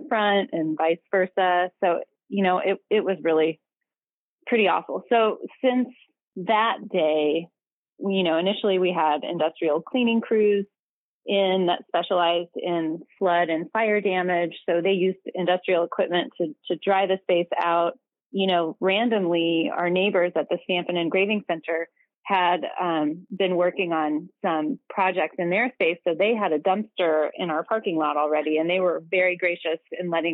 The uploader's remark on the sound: Spoke to WFHB News over the phone earlier this afternoon.